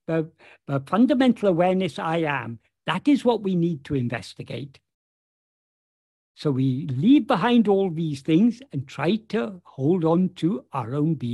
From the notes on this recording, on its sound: In a Zoom meeting with the Ramana Maharshi Foundation UK on 9th December 2023